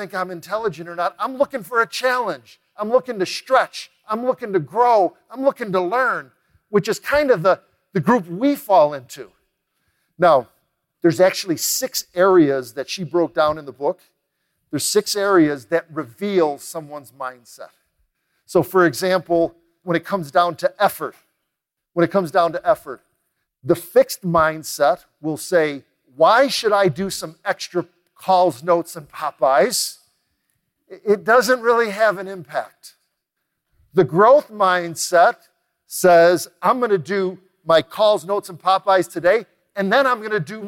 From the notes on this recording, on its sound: recorded live at The Peak Experience